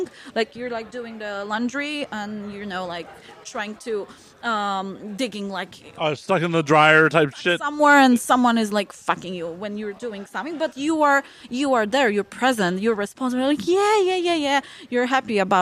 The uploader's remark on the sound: “Live” from AVN 2023